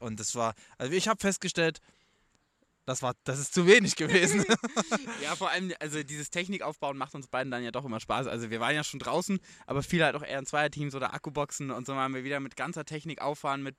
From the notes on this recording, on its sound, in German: Live vom Grill